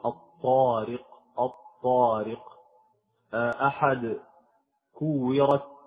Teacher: النطعية هناك يعني جلدة فوق اللثة، جلدة فوق اللثة، هذه الجلدة عادة بتفصل يعني اللثة عن الأسنان، هذا يسمى بالنطع، بنطع الفم، بنطع الفم، هذه الجلدة، فهذه الجلدة تسمى نطع، فهو يضغط على النطع، يعني اللسان، طرف اللسان يضغط على النطع، على الجلدة الرقيقة، هذه الجلدة التي تكون تلامس نطع الفم، يلامس اللسان نطع الفم، ولذلك سميت بالحروف النطعية.